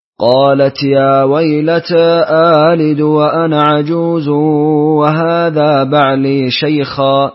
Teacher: بالتقليل في يا ويلتى والقصر وتسهيل الهمزة الثانية مع الإدخال